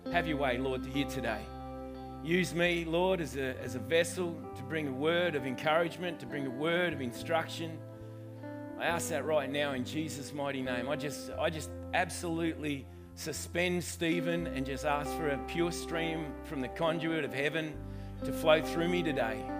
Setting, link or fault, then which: setting, large echoing room